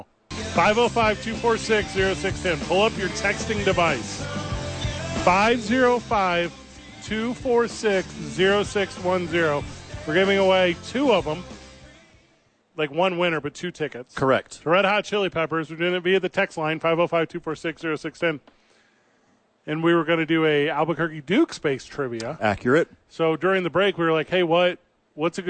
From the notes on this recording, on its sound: Live from the ABQ Dukes Store.